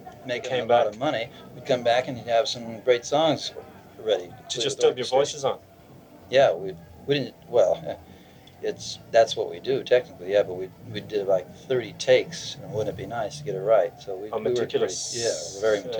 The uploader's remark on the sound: after this gig at which the interview was recorded